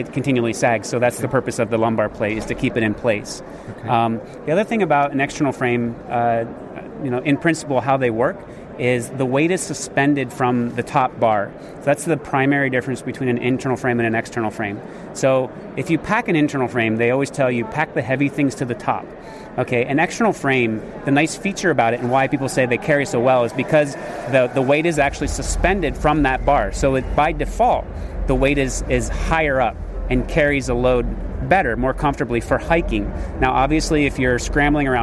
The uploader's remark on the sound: recorded at the recent Outdoor Show in July 2014 at Friedrichshafen in Germany